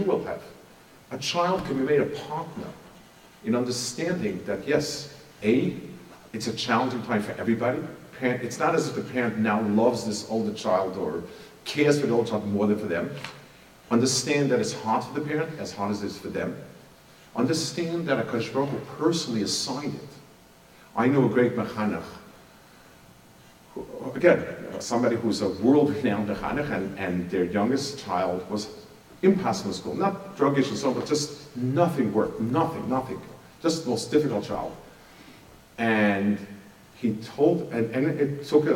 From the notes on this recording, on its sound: Delivered at a Madraigos event. Delivered at a Madraigos event.